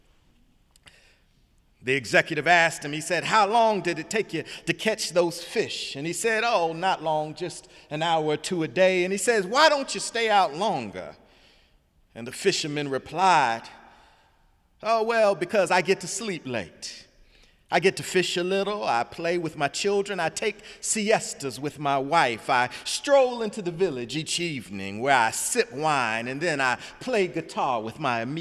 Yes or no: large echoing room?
yes